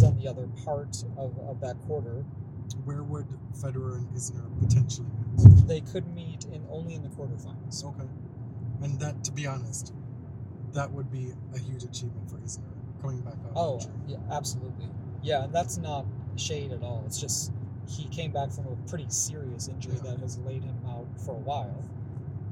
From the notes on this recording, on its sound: We're bringing you our Wimbledon preview from the car, driving down I-90 in Upstate New York.